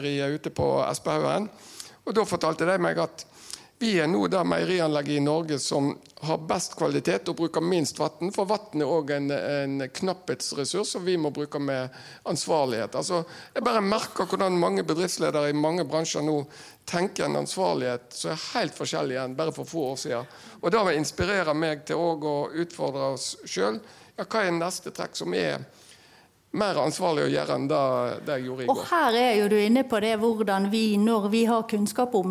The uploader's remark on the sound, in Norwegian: Live fra toppledermøtet 2023. Nå kan du høre hele panelsamtalen fra møtet i denne første liveinnspillingen av Operasjon Nullutslipp.